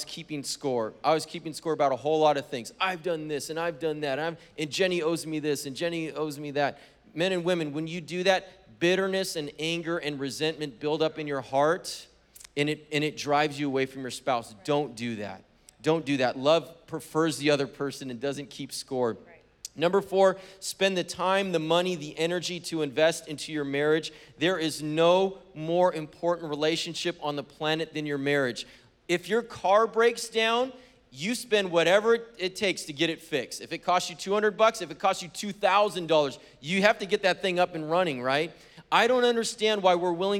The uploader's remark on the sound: Was preached on February 13th at the 10AM service.